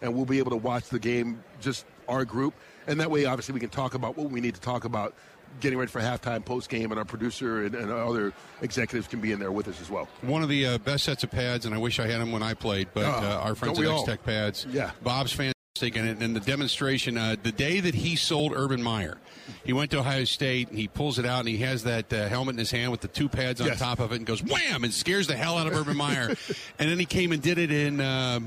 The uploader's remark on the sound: Live From Super Bowl Radio Row